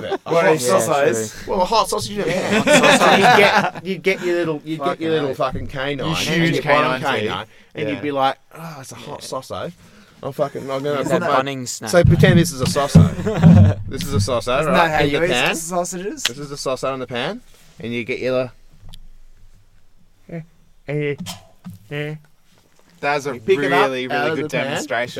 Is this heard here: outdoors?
yes